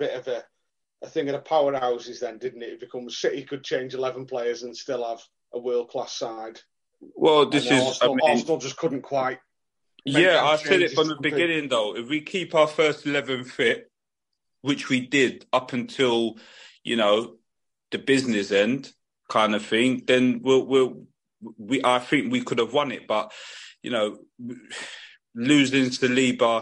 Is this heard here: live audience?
no